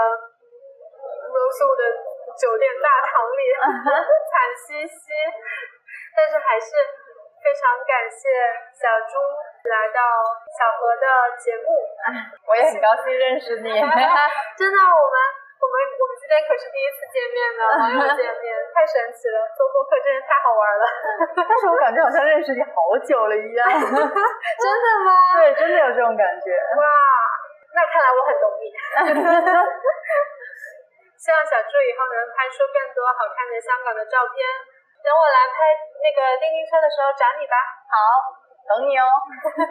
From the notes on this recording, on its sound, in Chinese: 在我邀约后就请求能不能把她最喜欢的红绿灯声音放进来。本来我们约在西九龙的海滨听着海浪聊天，但那天突然下大雨，临时转到室内，由于技术原因，第一次外景录音，声音质量在修复之后还是不尽如人意。